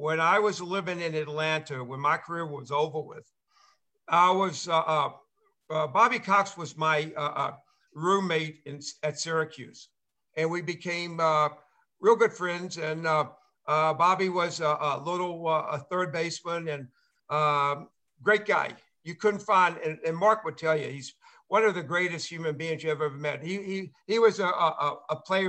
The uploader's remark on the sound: Live zoom conversation with former players announcers media and many more.